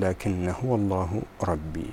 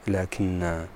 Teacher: هذا الألف في لكن يهمل بالوصل ويثبت بالوقف لكن هكذا، وبالوصل لكن هو الله ربي.